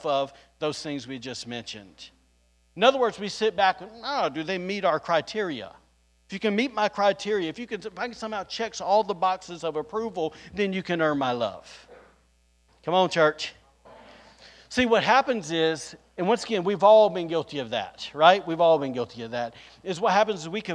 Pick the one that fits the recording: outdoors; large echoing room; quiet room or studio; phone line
large echoing room